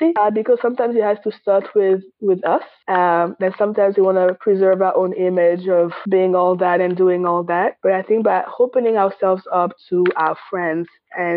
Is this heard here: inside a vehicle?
no